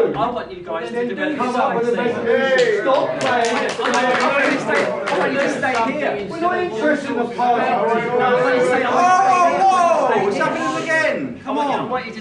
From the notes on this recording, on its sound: full AUDIO from the HUISC Fan Forum meeting